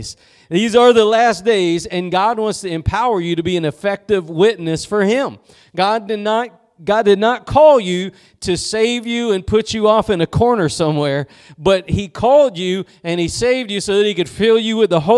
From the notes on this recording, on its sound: Preached at Gospel Lighthouse in Bossier City, La.